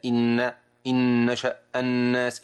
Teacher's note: أن الغنة واضحة مسموعة في المشدد